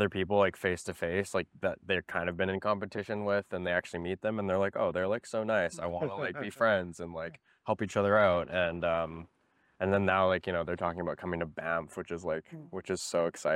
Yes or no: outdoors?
yes